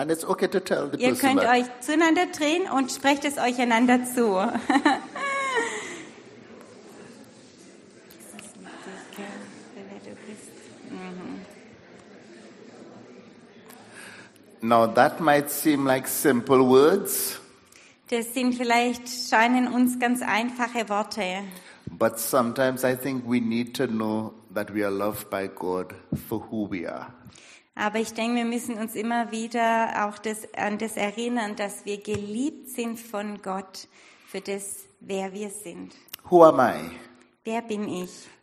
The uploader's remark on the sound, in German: Predigt der Sueddeutschen Gemeinschaft Ditzingen.